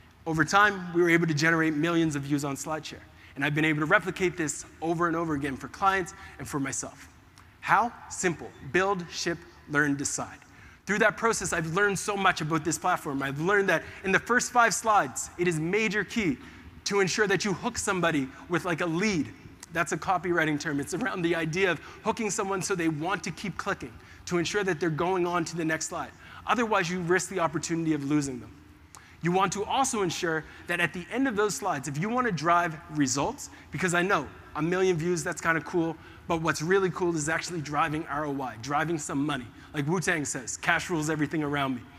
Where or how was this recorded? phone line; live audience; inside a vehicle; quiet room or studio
live audience